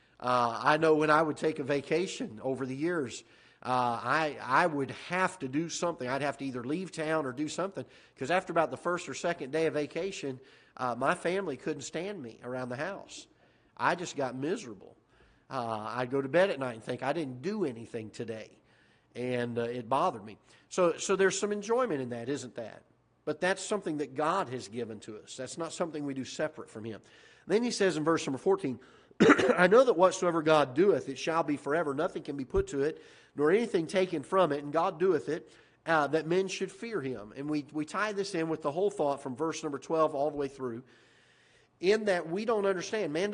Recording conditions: large echoing room